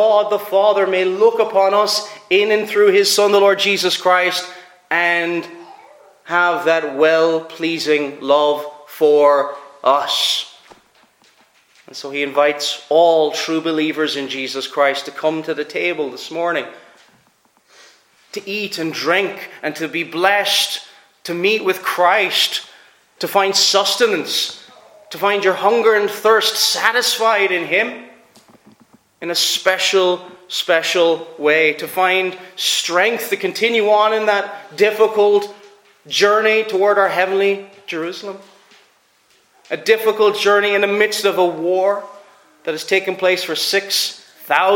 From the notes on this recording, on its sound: Preached at Ayr FCC's Communion.